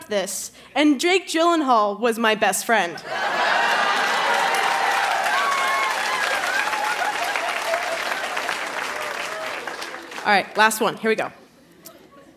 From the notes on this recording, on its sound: Recorded live at the Rio Theatre in Vancouver.